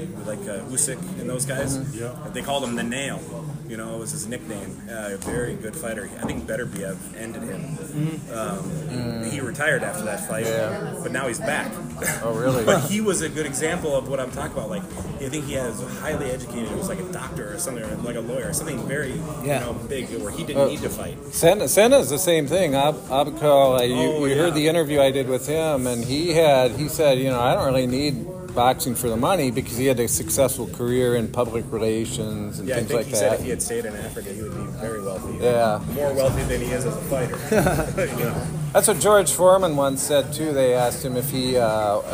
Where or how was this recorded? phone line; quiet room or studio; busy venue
busy venue